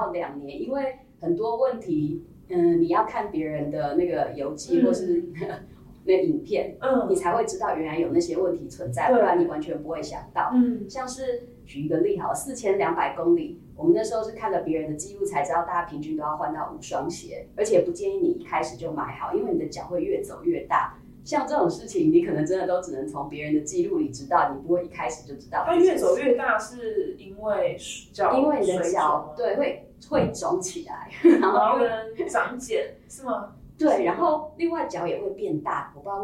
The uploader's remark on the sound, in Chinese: 收音見諒。小編還跟新設備不熟悉，有些許收音問題，煩請見諒。